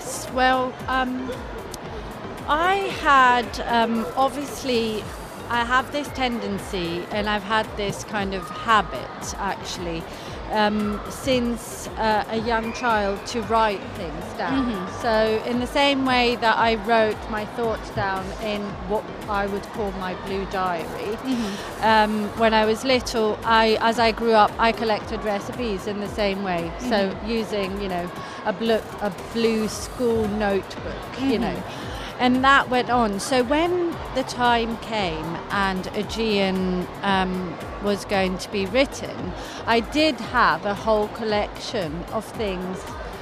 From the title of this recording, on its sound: Live at SIBF 2023